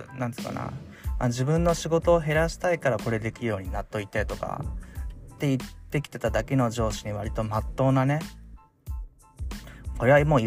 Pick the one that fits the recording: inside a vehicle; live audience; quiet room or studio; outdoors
inside a vehicle